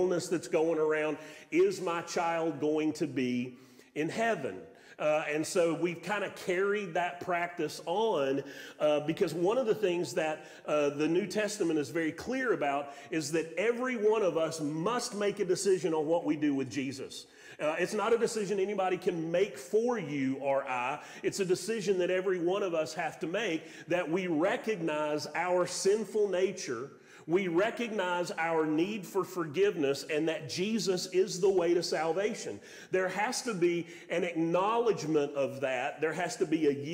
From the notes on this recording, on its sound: Sermon audio from Mission Church in Locust, NC.